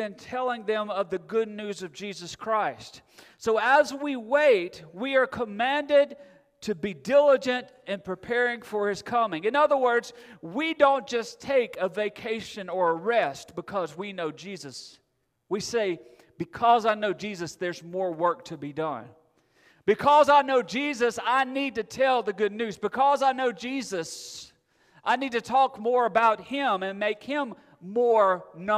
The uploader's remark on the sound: Recorded Sunday Morning, August 28, 2022 at Friendship Baptist Church